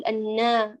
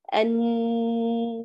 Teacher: الألف تبع يعتبر امتدادا لفتح النون لا امتداد للنون ذاته، فينبغي أن لا يؤتى بغنة في الألف البتة · Shown in: second take · أنا فتنقيها تماما.